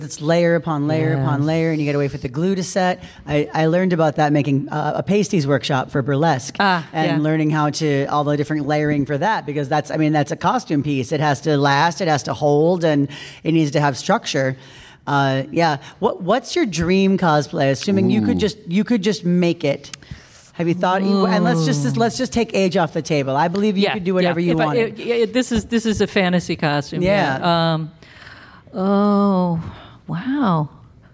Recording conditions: busy venue